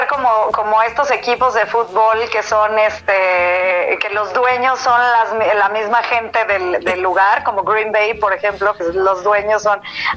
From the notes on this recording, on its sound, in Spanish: nos llamó por teléfono